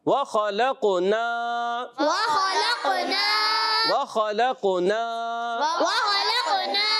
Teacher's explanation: ناک میں نون جاتا ہے مگر فوراً جا کے ختم، یعنی جب الف پڑھیں گے تب نہیں جائے گا